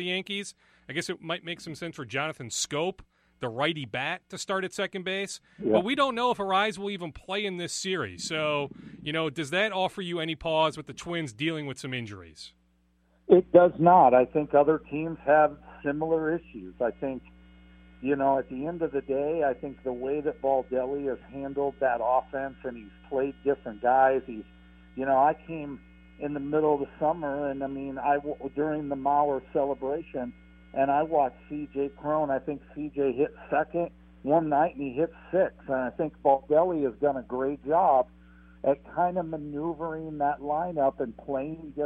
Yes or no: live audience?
no